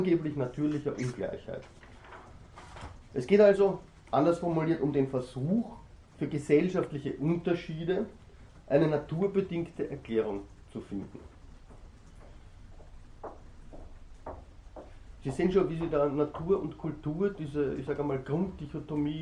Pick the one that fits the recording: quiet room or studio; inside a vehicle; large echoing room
large echoing room